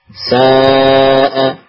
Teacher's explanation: Kalau lamnya diganti hamzah, sa'a. Nah ini karena bertemu hamzah maka menjadi panjang